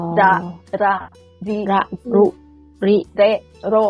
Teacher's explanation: เวลาพูดจะกระดกลิ้นแค่ครั้งเดียวนะคะเอาไปแตะเพดานแล้วลงมานะคะ